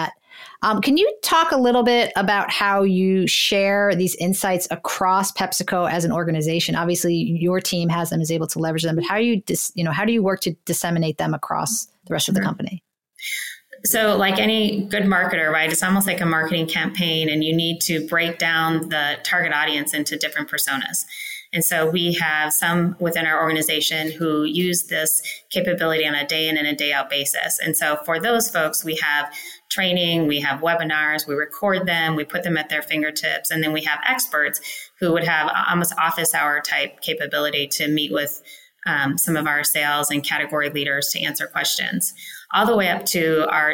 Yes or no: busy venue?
no